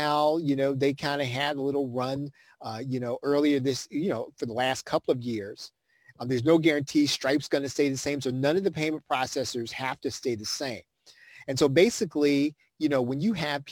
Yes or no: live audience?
no